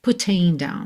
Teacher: mas em putting ele deixa o T bem marcadinho